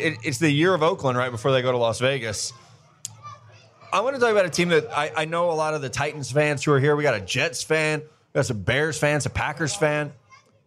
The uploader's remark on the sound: Live from Honeyfire BBQ in Nashville, TN. (plus the crowd).